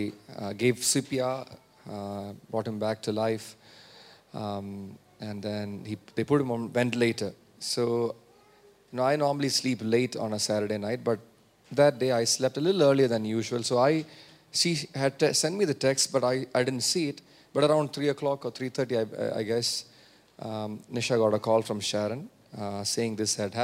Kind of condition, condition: setting, large echoing room